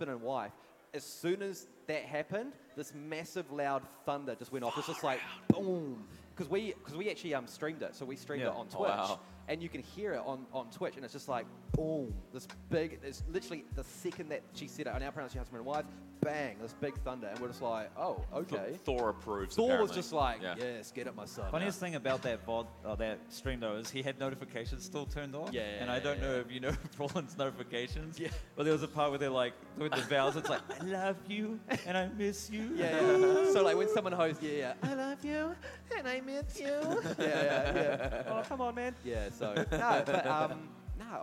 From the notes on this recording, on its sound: Trip to Wellington Armageddon. On the Omen Stage in front of a LIVE AUDIENCE.